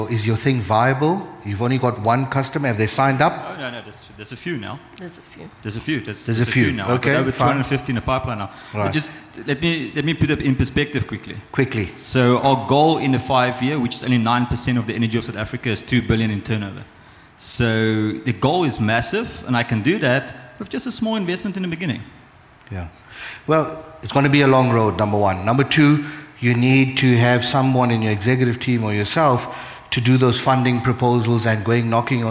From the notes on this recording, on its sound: At the BDTV SME Summit that was recently hosted in Joburg, the delegates were given an opportunity to ask the panel any question they wanted to. Open Q & A session.